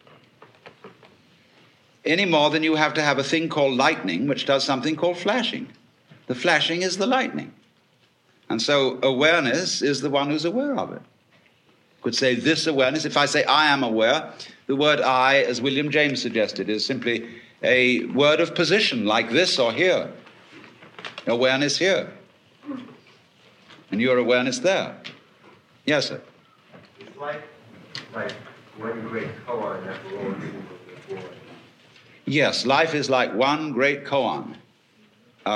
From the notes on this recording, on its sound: Another big-hall presentation. Was recorded in 1971 in New York City at a conference for western therapy and eastern religion. A stream of audience questions.